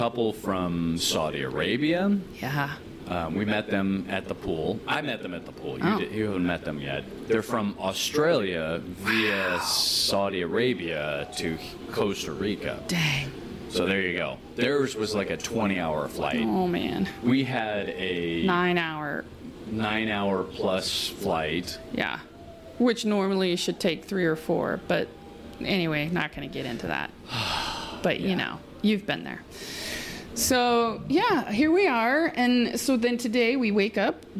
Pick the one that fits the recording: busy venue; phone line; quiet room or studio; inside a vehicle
busy venue